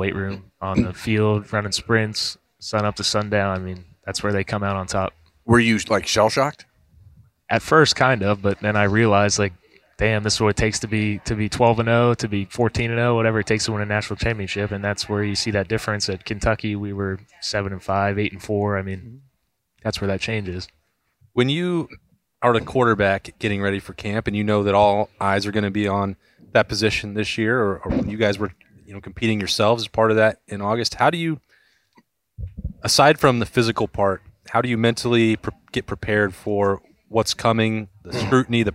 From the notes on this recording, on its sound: As always, Lettermen Live is hosted by Roosters on Olentangy River Road in Columbus.